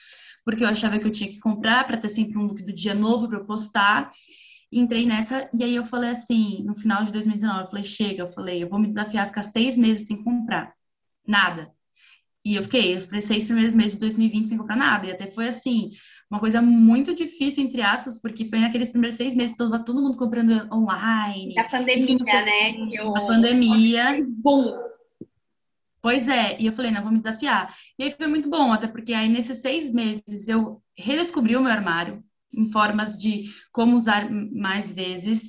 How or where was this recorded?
video call